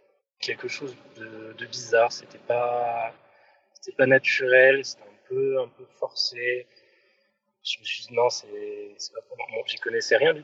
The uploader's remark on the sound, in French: l’enregistrement ayant été fait à distance, il y a un léger écho je m’en excuse.